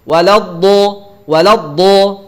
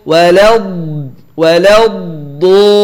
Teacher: Sifat istitolah itu artinya memanjangkan suara. Saat mengucapkan huruf dot itu ada proses memanjangkan suara pada huruf dot. · Shown in: second take